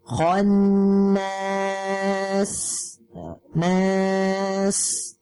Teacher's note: sin ini mempunyai sifat safir yang tajam.